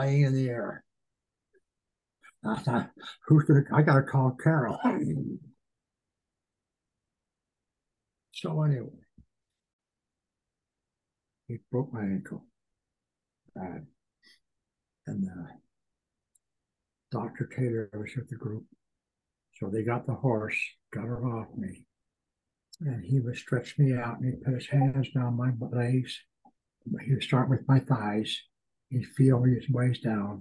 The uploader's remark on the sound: Please be patient with some audio difficulties on this episode.